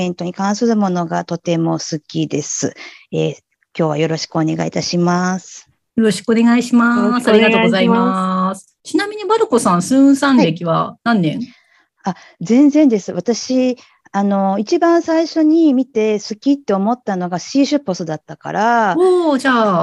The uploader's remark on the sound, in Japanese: zoom座談会で語りました！